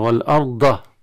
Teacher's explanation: لكن كلمة والأرض من الكلمات التي يقع فيها الطلبة والقراء في بعض الأخطاء، من ضمنها تفخيم الهمزة والأرض هكذا، وترقيق الراء من الأخطاء كذلك فيها، وتكرير الراء والأرض هكذا، وقلب الضاد إلى دال مفخمة والأرض. هذه بعض الأخطاء في كلمة الأرض، ولهذا كلمة الأرض من الكلمات الصعبة تعتبر عند النطق بها بسبب بعض مسائل التجويد التي فيها.